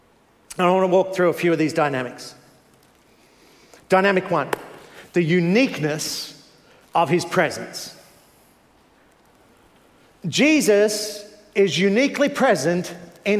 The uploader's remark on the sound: Preached 9am service